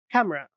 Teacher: M-ra. However, most English speakers remove the schwa sound and just pronounce it camera.